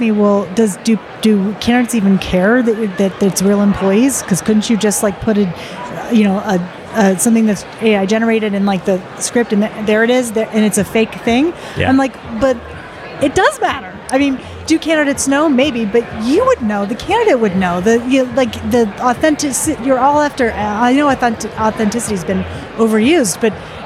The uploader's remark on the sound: at the recent UNLEASH America conference